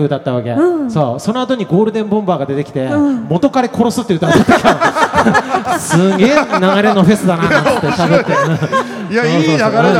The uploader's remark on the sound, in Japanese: 会場ではスタッフを巻き込むハプニング？も…？イオンモール秋田にて行われた公開収録。